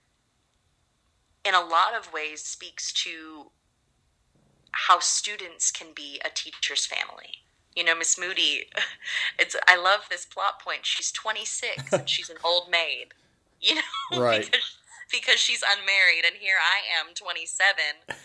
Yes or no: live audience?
no